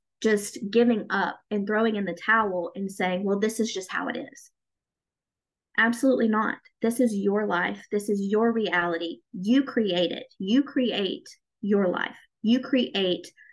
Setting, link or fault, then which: link, video call